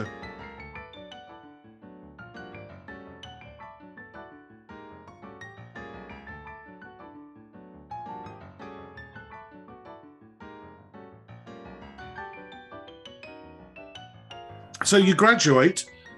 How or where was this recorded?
video call